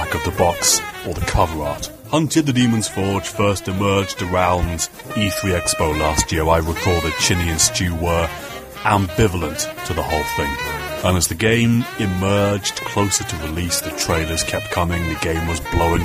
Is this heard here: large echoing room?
no